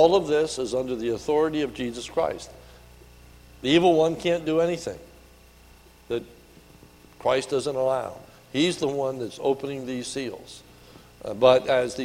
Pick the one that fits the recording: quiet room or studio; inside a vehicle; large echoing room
large echoing room